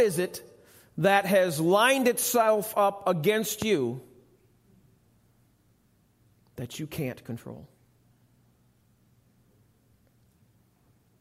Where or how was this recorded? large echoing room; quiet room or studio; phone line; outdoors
large echoing room